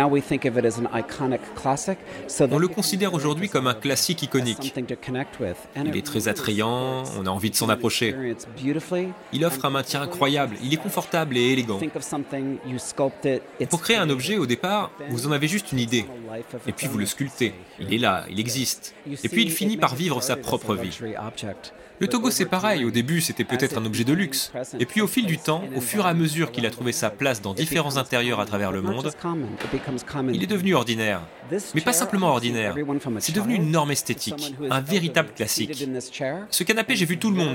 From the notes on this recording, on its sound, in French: On part ensuite dans le coin de Chelsea direction Gagosian, la célèbre galerie d’art contemporain. J’en profite pour promener mon micro dans la galerie.